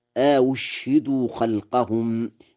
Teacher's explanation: بهمزتين، الأولى مفتوحة والثانية مضمومة مسهلة، وإسكان الشين